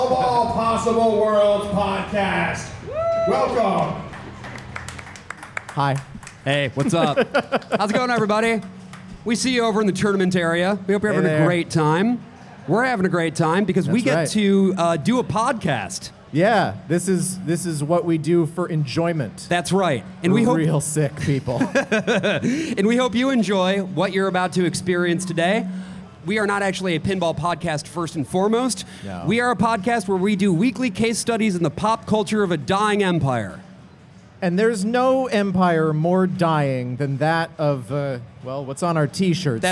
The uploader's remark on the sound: LIVE at New York City Pinball Championships 2022!